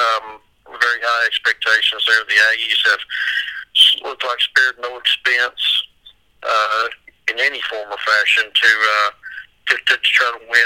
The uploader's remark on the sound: call into the show